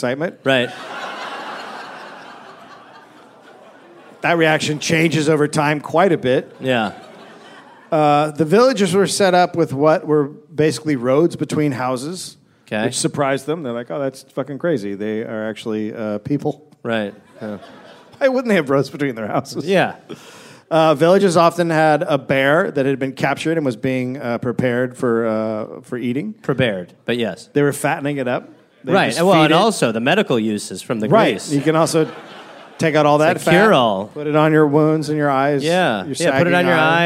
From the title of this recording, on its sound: Live in NY